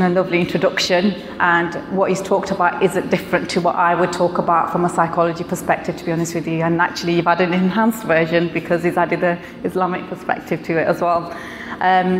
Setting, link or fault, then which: setting, live audience